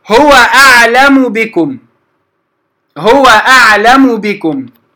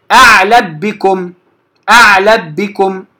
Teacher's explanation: فلذلك لما أتت الميم قبل الباء وما قبل الميم متحرك أخفيناها لكي تبقى الغنة · Shown in: first take · وهي الصفة اللازمة عند الميم. · فالميم تخفى عند الباء ولا تدغم · Term: الإخفاء